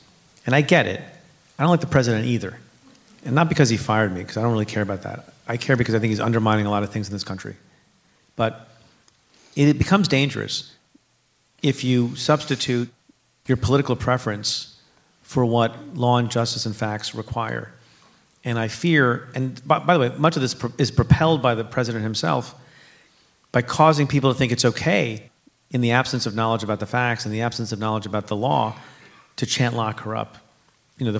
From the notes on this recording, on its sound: at a live taping of Stay Tuned at NYU’s Skirball Center.